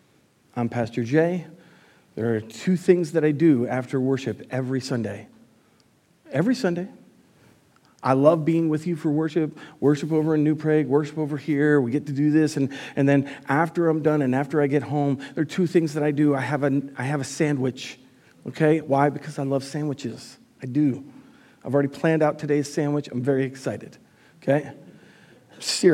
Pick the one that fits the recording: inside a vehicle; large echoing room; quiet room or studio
large echoing room